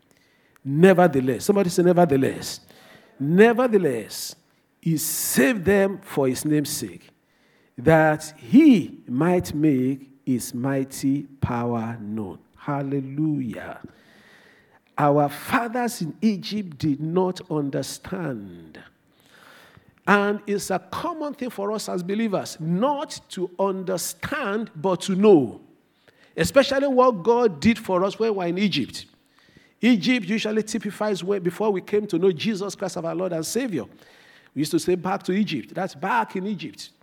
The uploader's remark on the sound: This Sunday Service message preached. Fountain of Love, RCCG Aberdeen, UK.